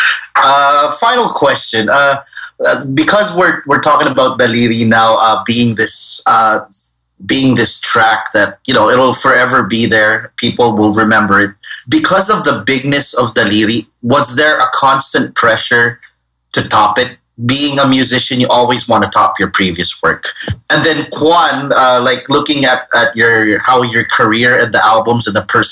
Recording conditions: video call